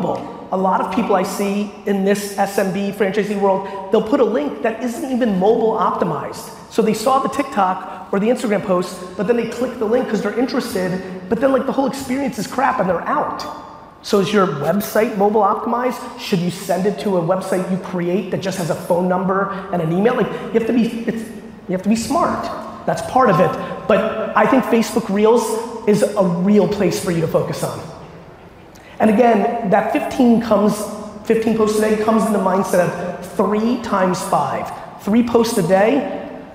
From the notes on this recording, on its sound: live Q&A I gave in Las Vegas